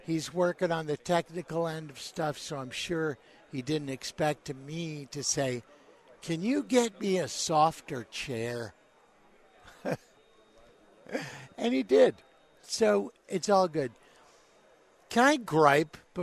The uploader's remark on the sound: Live from Woodworking Show